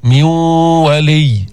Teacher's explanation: أدغمنا النون في الواو، ذهبت النون بقيت الغنة، إدغام غير كامل، فينا نسميه ناقص، ميون ولي.